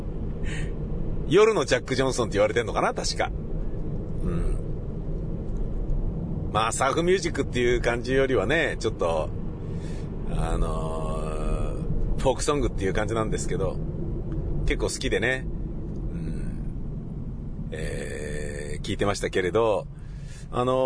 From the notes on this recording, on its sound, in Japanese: イベント終了後の帰り道の車の中でのぶつぶつ独り言です。